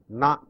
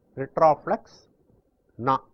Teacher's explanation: bend your tongue, take it up, touch the alveolar and pronounce it